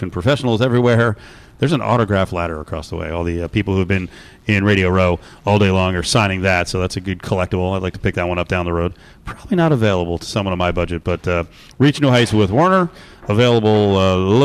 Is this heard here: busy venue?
yes